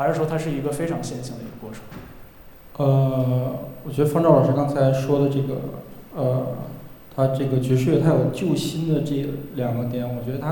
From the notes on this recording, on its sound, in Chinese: 凯迪拉克·上海音乐厅“乐无穷”分享会的实况录音。提供现场声音收录与播客发布许可。41:49 观众提问：爵士乐进古典音乐厅，会有不适吗？声音收录/题图照片：上海音乐厅。